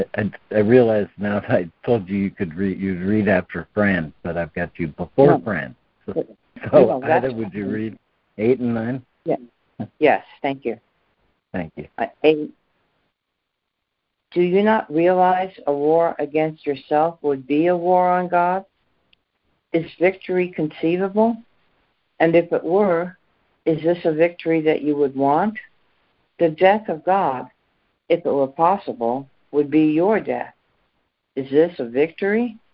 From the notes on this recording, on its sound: ACIM Daily Conference Call.